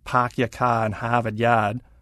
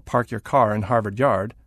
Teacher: regional dialects that are notable for lacking roticity · Shown in: first take